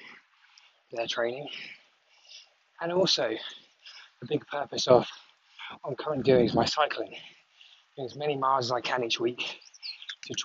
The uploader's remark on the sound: This could be the first podcast ever to be recorded while cycling up a hill.